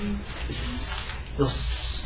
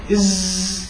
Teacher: مهموسين في الشيء اهتزاز مثلا الصوتيين إس إص ما في بينما قولوا إز راح تلاقوا فيه اهتزاز واضح في الحنجر · Shown in: second take · Term: صفة الجهر